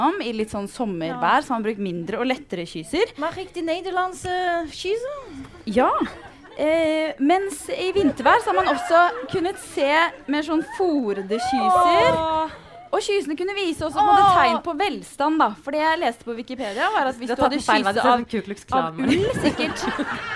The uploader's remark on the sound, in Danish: Live fra Nieu Scene. Her er del to av livepodden vi hadde forrige uke.